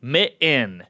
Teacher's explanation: I have zero sound for the T.